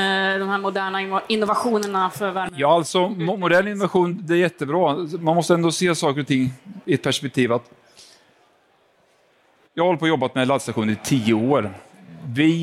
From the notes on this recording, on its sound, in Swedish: Elinstallapodden Live spelades in på Elfack i maj 2023.